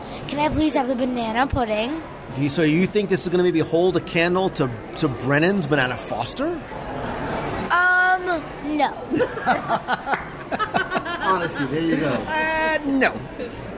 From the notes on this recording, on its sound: Join me at the dinner table this week for a live review of Boatwright’s Dining Hall at Disney’s Port Orleans Riverside Resort.